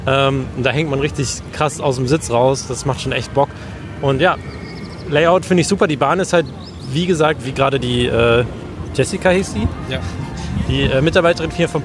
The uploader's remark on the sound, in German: Gemeinsam mit Ride Review reisen wir nach Bottrop in den Movie Park Germany zum Presseevent zum neuen Mack Triple Launch Coaster Star Trek: Operation Enterprise! In der Folge hört ihr nicht nur unsere Ersteindrücke aus erster Hand direkt vor Ort, ein Audio-Onride. Wir nehmen euch auch noch mit durch den Rest des Parks bis hin zum grandiosen Finale im Bermuda Dreieck.